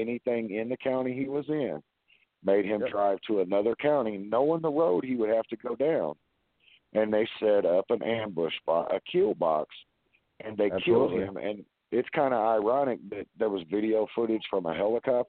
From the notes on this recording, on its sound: Open call in.